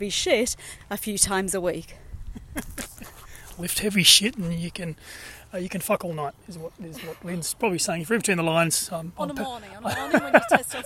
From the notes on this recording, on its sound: Dad bod walking is a series of short podcasts recorded during daily walks